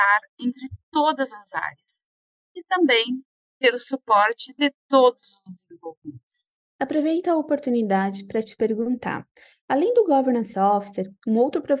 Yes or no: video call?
yes